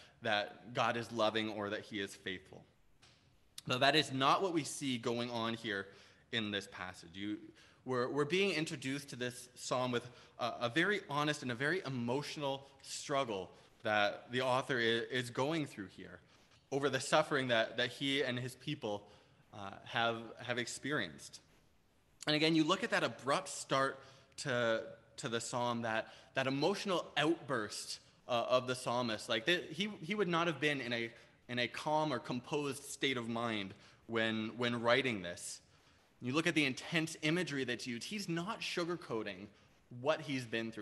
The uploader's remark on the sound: Preached on August 8, 2021 at Liberty Grace Church